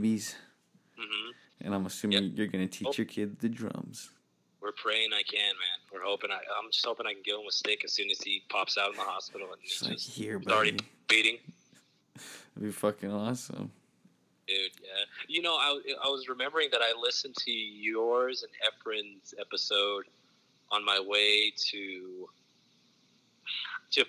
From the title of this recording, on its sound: on the Phone